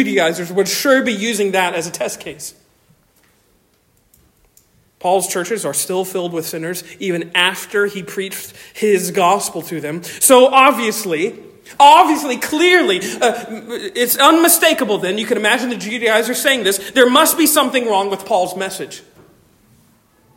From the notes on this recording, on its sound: Delivered on 5 November 2023 at Stonington Baptist Church, Paxinos, PA. Delivered on 5 November 2023 at Stonington Baptist Church, Paxinos, PA.